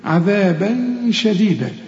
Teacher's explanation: هنا تنوينه بعد الشين والشين من حروف الإخفاء محتاجة غنة هنا